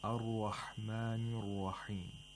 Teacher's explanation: Now in this verse, the third verse of Surah Al-Fatiha, we have the issue of tafkhim of the letter Ra. Ra is pronounced with tafkhim in both the words Ar-Rahman and also in Ar-Rahim, because both of the Ra's have a fatha, and whenever Ra has a fatha, it should be pronounced with tafkhim.